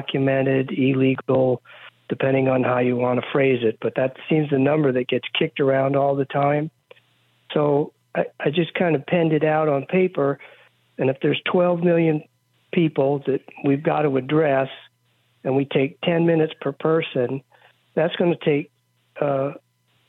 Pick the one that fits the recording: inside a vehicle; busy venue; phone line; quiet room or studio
phone line